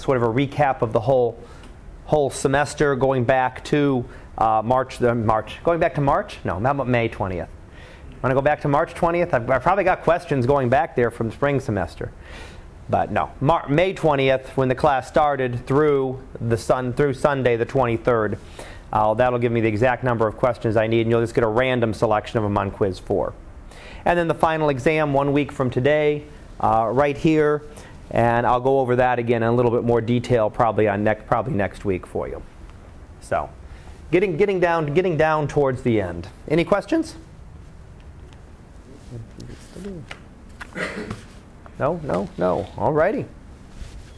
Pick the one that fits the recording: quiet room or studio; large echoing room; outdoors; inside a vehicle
large echoing room